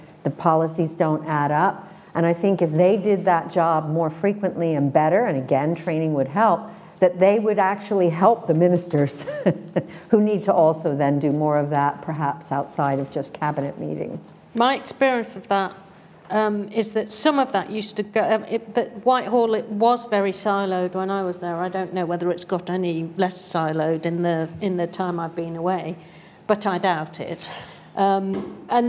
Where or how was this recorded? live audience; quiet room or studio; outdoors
live audience